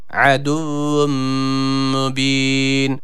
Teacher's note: Aduvvun, yani sanki elif varmış gibi okunuyor bu harfimiz. Burada ayn harfi var. Boğazımızı burada sıkıyoruz.